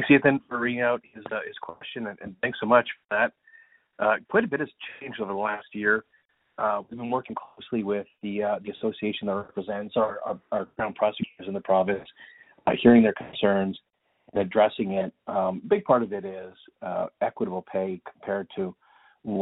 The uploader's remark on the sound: Public Safety Telephone Town Hall (Calgary). Interactive telephone town hall.